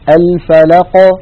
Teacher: يبتعد طرفا مخرج القاف عن بعضهما ولا شيء بعد ذلك، لا ينطبقان مرة أخرى، لو انطبقا مرة أخرى لخرجت همزة. · Term: القلقلة